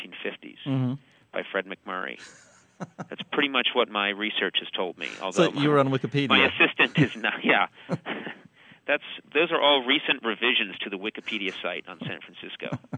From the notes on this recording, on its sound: Phoned up the TV Talk Machine.